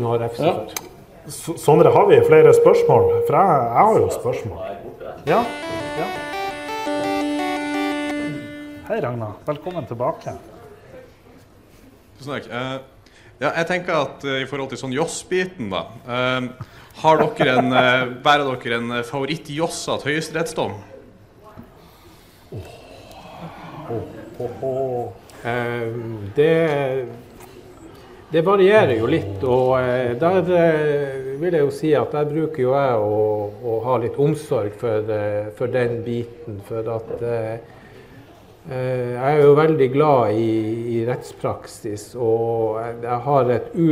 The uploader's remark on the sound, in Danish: Live på Bazinga.